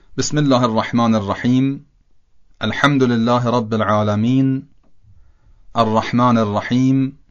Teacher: ببینید آخر آیات رو ساکن کردم، اما قبل از اینکه آیه بعدی رو شروع کنم مختصری مکس کردم، بعد آیه بعدی رو شروع کردم. · Term: وقف به سکون